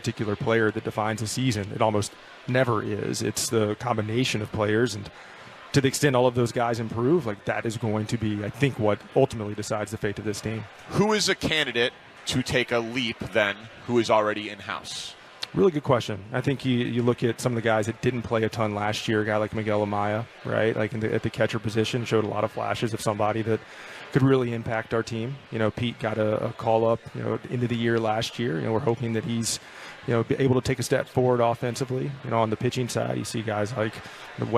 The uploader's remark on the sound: Live at Cubs Con.